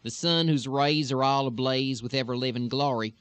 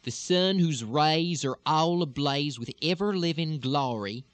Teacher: the back of the mouth is going to open a little bit more so that you're not really going to have the palatal resonance anymore · Shown in: second take · Term: much more open sound